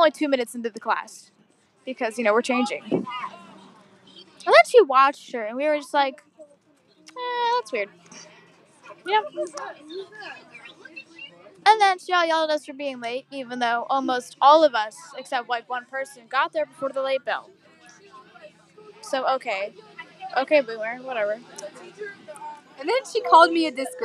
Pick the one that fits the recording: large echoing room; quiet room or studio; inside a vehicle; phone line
inside a vehicle